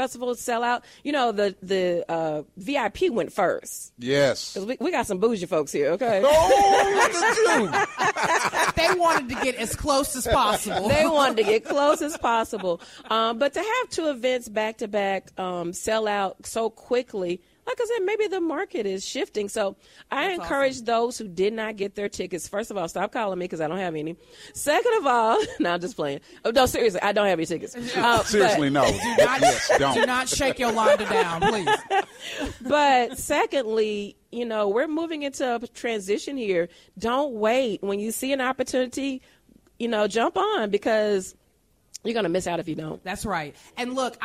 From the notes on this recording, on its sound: Broadcasts live from Visit Jackson for the City With Soul Spotlight Series: Jxn Fish Fry! Next Stop, Mississippi broadcasts live from Visit Jackson for the City With Soul Spotlight Series: Jxn Fish Fry! Join us for live interviews with Visit Jackson representatives and more! MPB Think Radio.